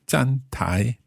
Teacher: 站 first tone, 台 second tone